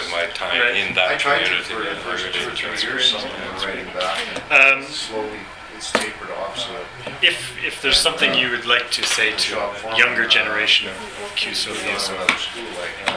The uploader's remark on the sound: At the 50th Anniversary event at UBC on December 4, 2010. This podcast was recorded during CUSO-VSO's 50th Anniversary Kick-off celebrations in Vancouver, BC.